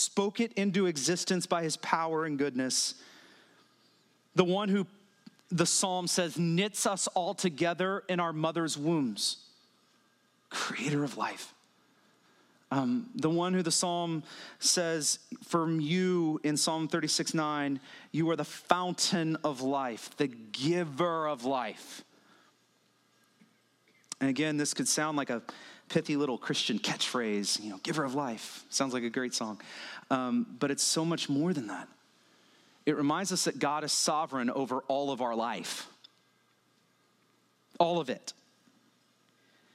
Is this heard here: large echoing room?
yes